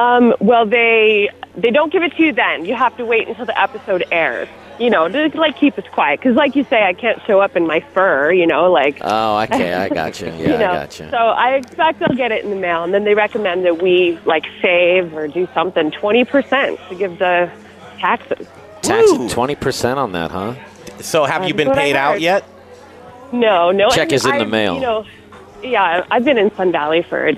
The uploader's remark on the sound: We're live from The Goods on Colfax